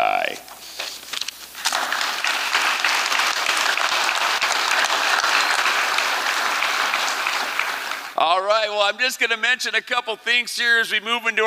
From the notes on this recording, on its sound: 2023 FPG-Liberty Theatre-Saturday Night-First Set. These performances were recorded at the Liberty Theatre on Saturday, February 25th, 2023.